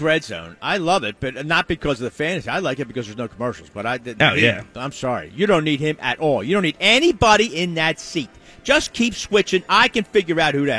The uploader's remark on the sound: LIVE from the Parx Casino Sportsbook